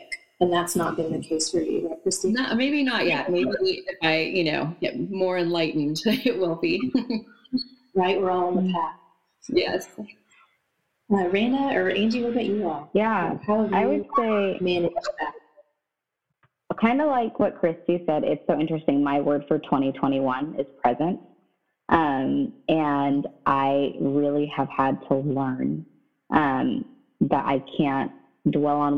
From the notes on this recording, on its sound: The sound quality on this episode is sub-standard.